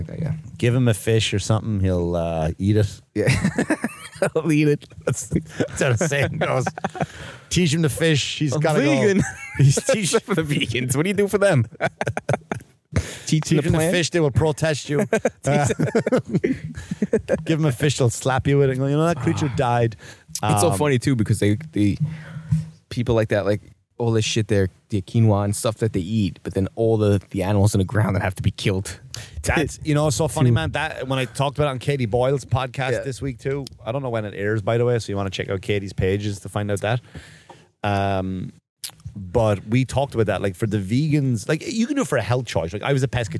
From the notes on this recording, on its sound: The guys take the show outside the 400 degree studio. Brings his dog to the beach.